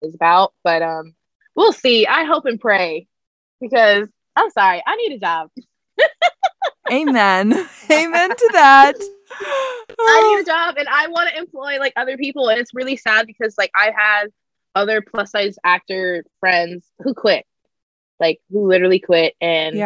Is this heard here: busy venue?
no